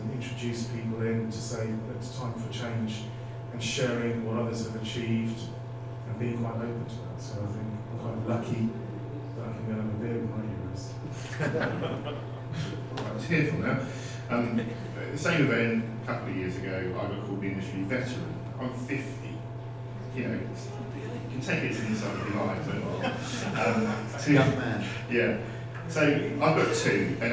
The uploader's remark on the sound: Live From IUC EMEA